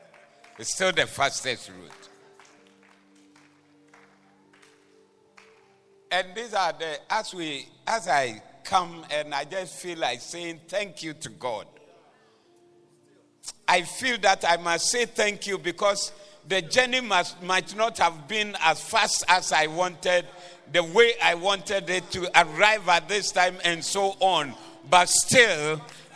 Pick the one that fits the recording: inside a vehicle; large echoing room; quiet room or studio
large echoing room